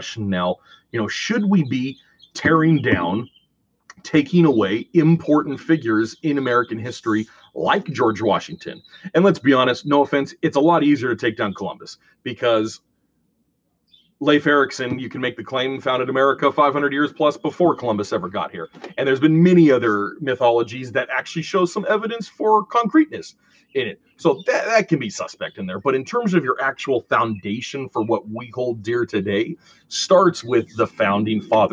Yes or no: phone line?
no